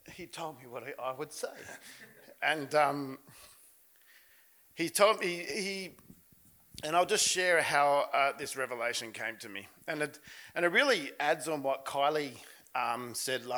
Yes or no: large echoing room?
yes